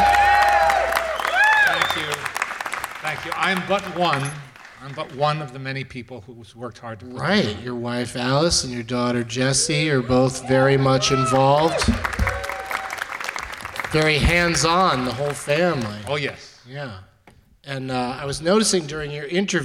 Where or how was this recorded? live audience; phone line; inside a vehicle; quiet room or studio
live audience